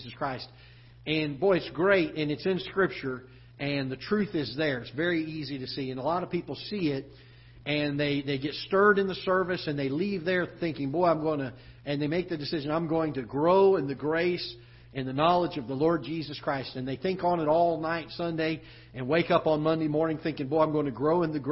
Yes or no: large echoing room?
yes